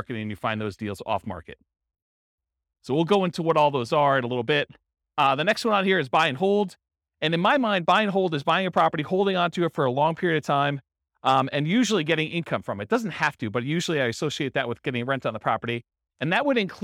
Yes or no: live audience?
yes